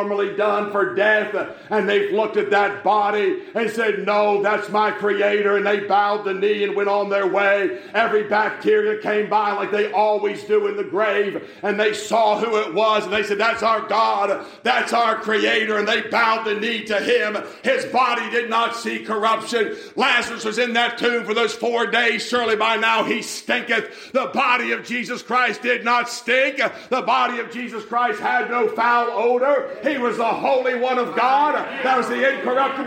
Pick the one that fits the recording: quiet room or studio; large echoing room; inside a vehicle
large echoing room